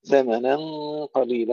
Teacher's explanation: ثمنا قليلا، هنا أيضا يكسر الخطأ في النون، بعض الإخوة يقولون ثمنا ثمنا، يفخمون النون، المفخم هو الغنة، غنة الإخفاء، أما النون فمرققة، ثمنا قليلا وليس ثمنا قليلا، إذا نرقق النون نفخم الغنة.